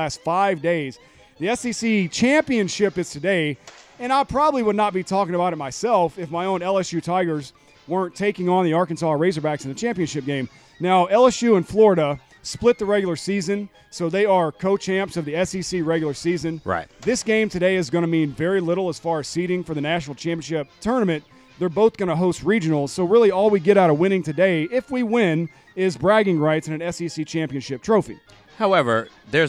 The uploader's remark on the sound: we are LIVE from poolside